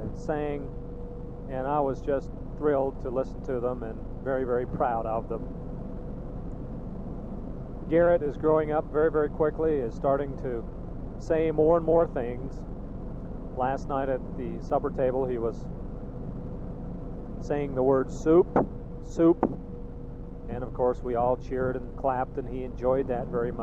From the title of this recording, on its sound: Driving Home from work